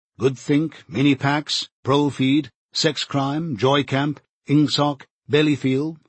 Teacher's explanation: words of two or three syllables, with the stress distributed equally between the first syllable and the last. The use of them encouraged a gabbling style of speech, at once staccato and monotonous, and this was exactly what was aimed at.